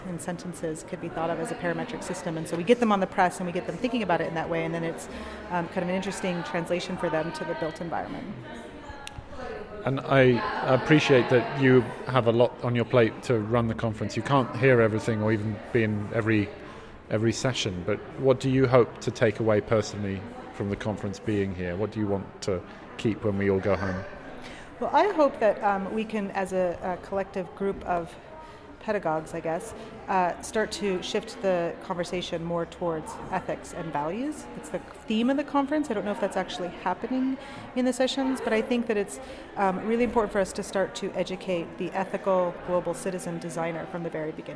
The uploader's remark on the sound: live from day one of NCBDS 33